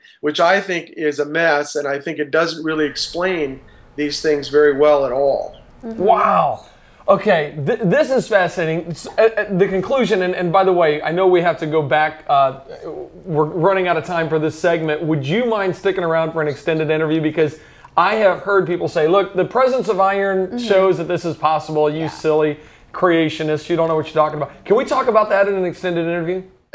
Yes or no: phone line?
no